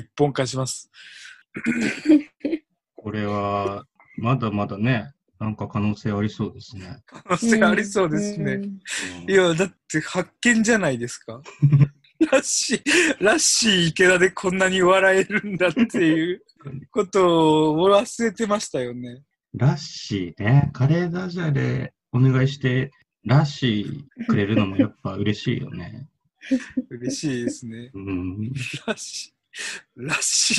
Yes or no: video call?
yes